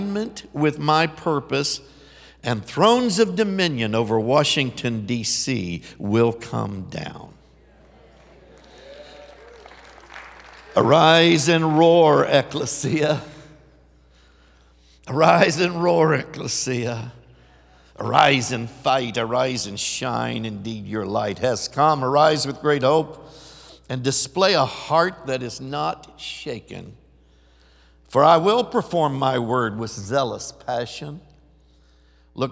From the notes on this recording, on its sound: Recorded live at The Hub.